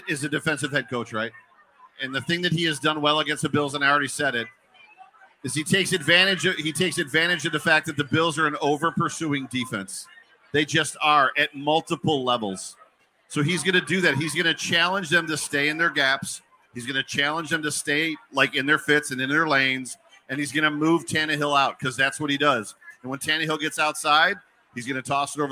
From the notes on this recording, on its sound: On Location at Resurgence. Live from Resurgence Brewery for the Buffalo Rumblings Beer Release.